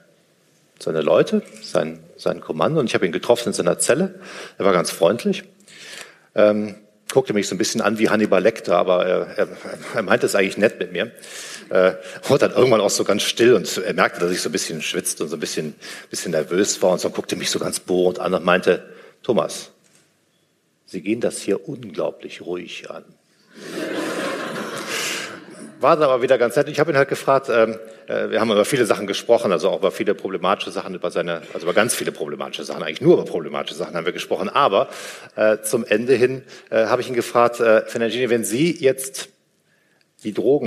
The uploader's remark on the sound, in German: Live aus Düsseldorf. Ein Mitschnitt des "Unter-Freunden-Abend" in Düsseldorf.